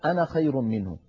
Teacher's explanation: كلما رأينا كلمة أنا فإن ألفها لا تنطق عند الوصل